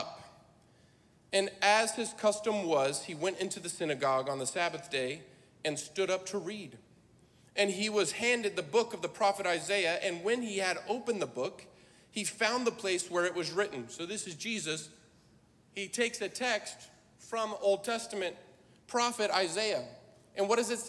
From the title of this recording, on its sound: Live! NAYC Experience at The Sanctuary